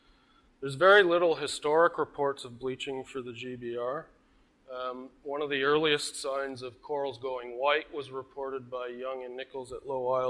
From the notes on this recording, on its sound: IFE Visitor Lecture recorded on 24 August, 2018.